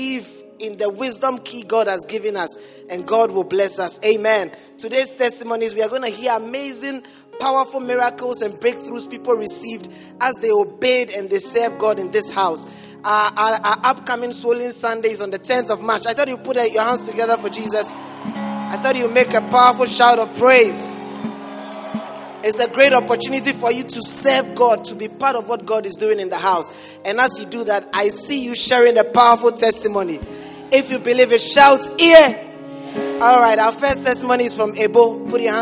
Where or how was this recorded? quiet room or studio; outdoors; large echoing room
large echoing room